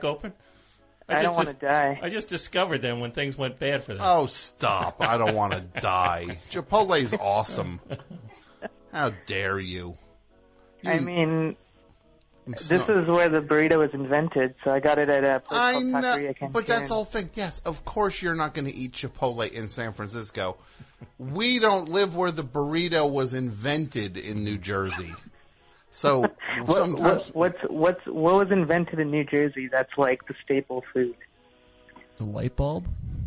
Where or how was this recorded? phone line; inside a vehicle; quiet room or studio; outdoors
phone line